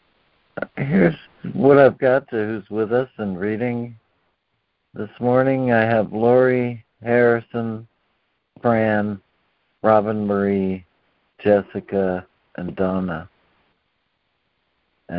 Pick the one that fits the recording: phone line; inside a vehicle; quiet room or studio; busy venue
phone line